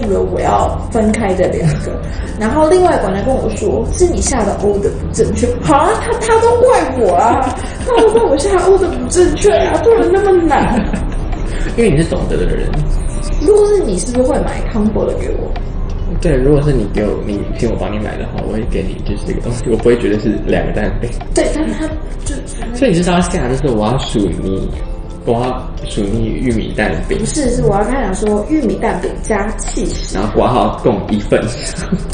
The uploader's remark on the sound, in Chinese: 臨時的錄音所以來不及備上器材